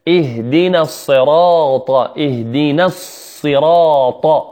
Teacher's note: الصاد مفخمة والراء مفخمة والطاء مفخمة. إذن في كلمة صراط فيها ثلاث حروف مفخمة: صاء راء وطاء. وما كان قبلها إي اهدينا اهدينا كله مرقق: اهدينا اهدينا اهدينا الصراط المستقيم.